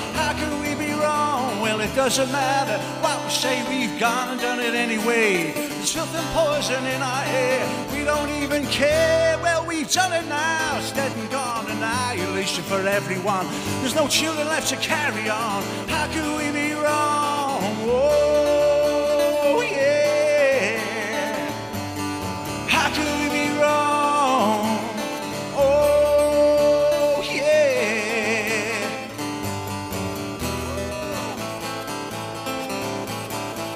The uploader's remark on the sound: LIVE ON BBC LANCS. On BBC Radio Lancashire. Her invited Panel of guests, and a live studio audience. The performance was broadcast live, with no audio editing.